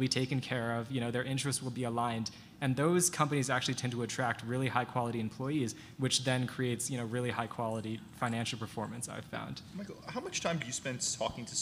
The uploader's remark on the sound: LIVE in VEGAS. This interview was recorded live at the Planet MicroCap Showcase: VEGAS 2023. All followed by Q&A from the audience.